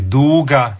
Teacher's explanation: to je samo uzlazni naglasak, isto je dug